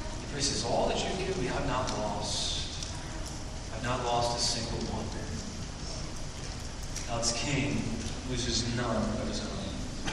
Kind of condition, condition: fault, poor sound quality